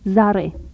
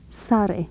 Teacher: Alveolar fricatives, voiced and voiceless.